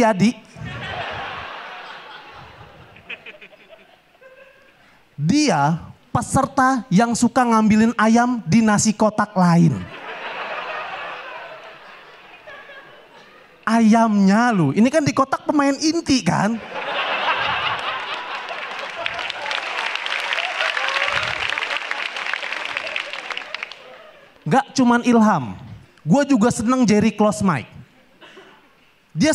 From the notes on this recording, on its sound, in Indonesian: berhasil memecahkan tawa penonton